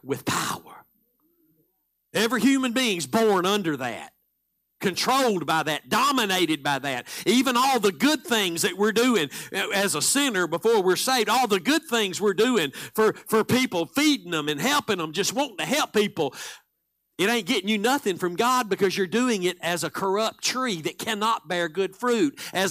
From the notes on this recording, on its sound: Live Sunday Morning Service